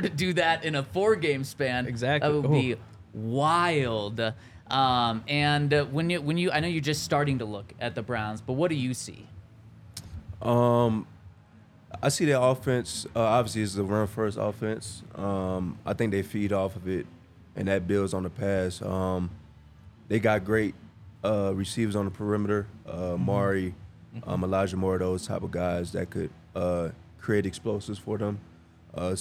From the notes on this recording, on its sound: coming to you LIVE from the DNVR Bar